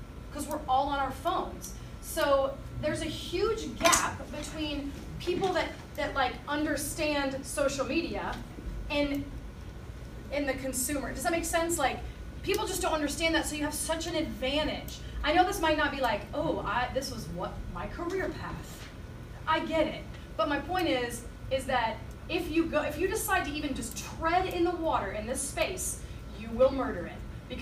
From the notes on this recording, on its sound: had with 80 high school students in Spring Hill, Tennessee